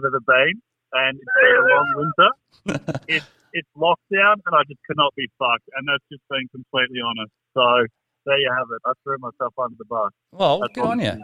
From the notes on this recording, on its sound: ITS OFFICIAL! WERE IN LOCKDOWN! THE GUYS CALL IN FROM HOME.